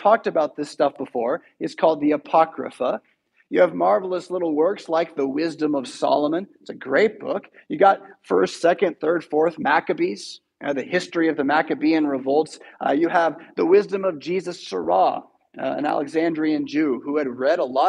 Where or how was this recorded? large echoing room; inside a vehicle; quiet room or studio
large echoing room